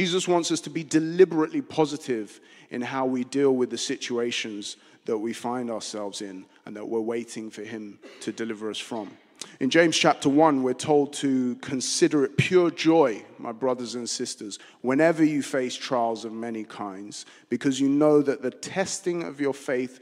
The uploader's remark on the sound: Streamed live at St Paul's Shadwell